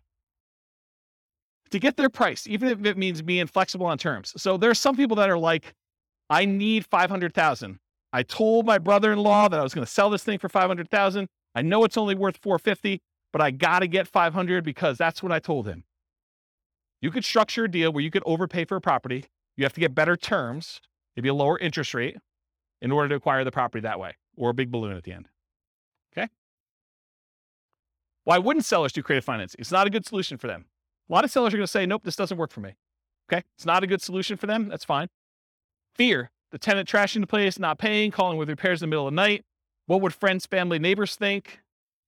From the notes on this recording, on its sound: This was a live class recorded